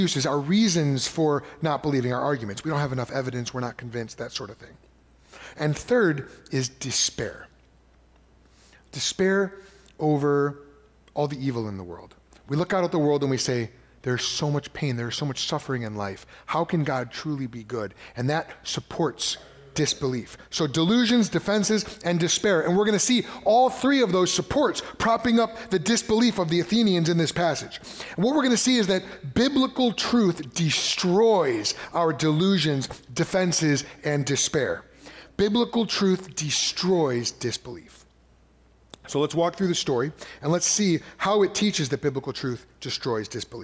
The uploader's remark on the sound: preached at Fox Valley Christian Church in December of 2023